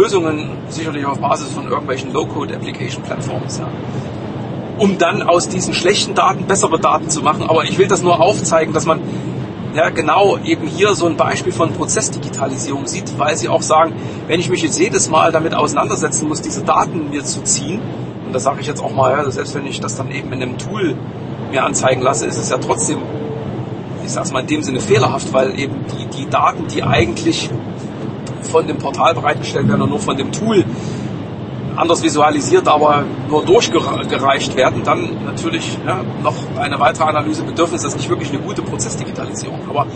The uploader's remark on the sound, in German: Auf dem Weg zurück von einem Kundentermin. On the Road - deswegen auch mit etwas Hintergrundgeräuschen.